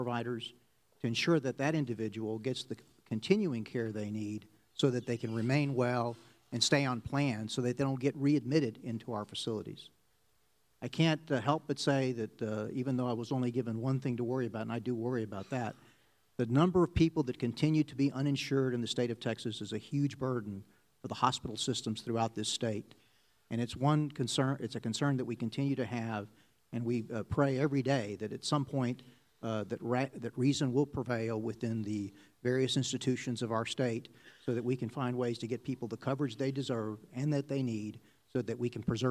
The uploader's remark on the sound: Audio from our May 4, 2015 symposium. On health care at Huston-Tillotson University in Austin.